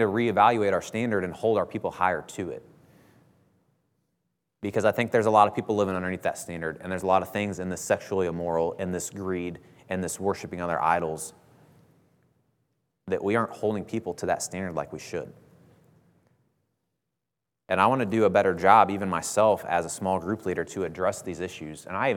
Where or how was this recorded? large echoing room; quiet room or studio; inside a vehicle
large echoing room